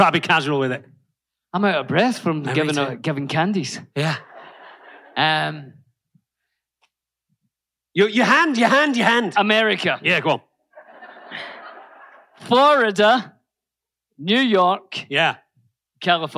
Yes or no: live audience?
yes